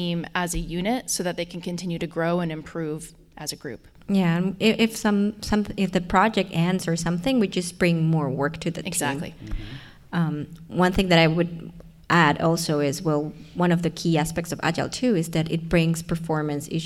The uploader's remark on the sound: recording live at Learning 2019 in Orlando, Florida in front of a “studio audience”